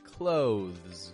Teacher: clothes, getting the TH, very softly, before a brief and fading Z sound.